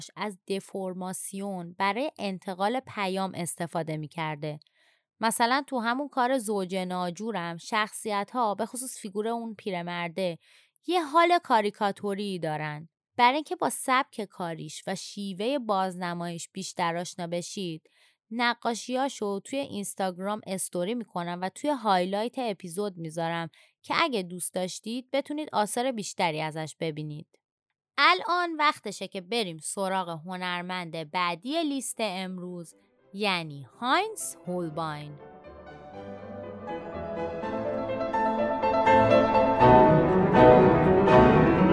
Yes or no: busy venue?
no